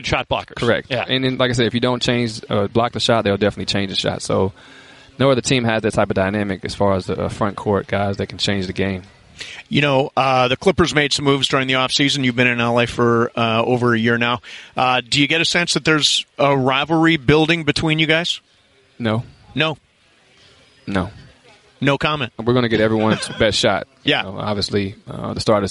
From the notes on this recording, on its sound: Live from Lakers media day.